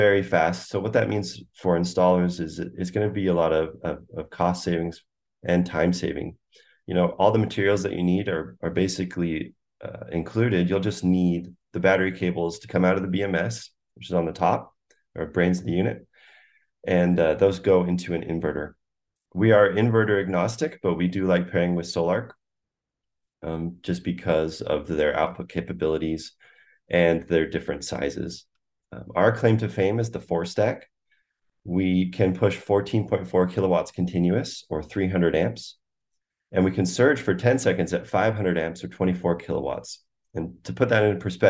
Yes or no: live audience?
no